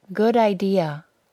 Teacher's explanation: The final D sound of the word good also sounds like it is the first sound in the word idea. · Term: linking